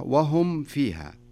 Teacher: الميم الساكنة إذا جاء بعدها حرف الفاء نكمل الميم كاملة بدون إخفاء